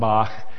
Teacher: And it would be that at the beginning of the word. And it's a fricative sound. It's in the back of the throat. · Term: chet